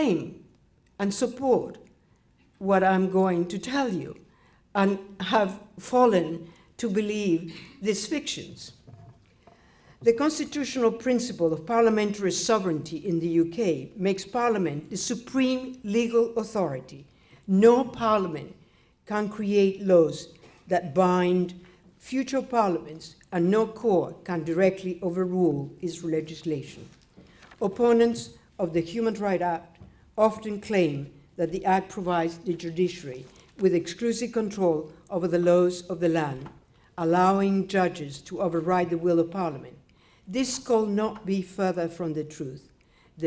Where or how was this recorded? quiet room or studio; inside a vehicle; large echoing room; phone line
large echoing room